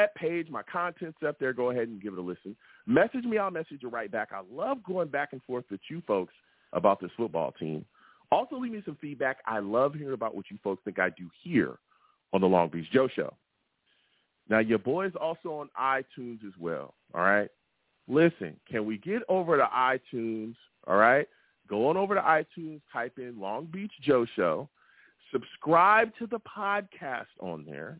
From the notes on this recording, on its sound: I take live callers!